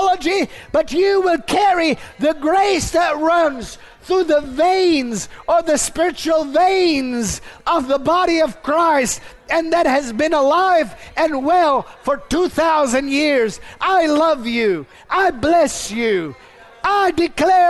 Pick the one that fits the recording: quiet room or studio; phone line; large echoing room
large echoing room